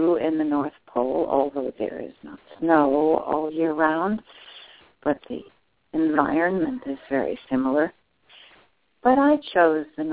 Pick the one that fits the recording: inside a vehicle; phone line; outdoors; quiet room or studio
phone line